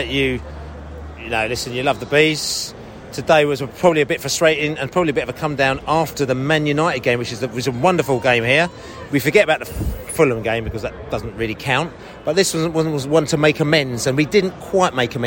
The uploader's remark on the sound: Post-match podcast from the stands